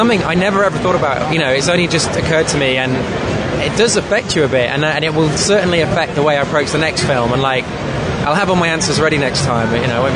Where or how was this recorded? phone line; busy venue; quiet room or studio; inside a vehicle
busy venue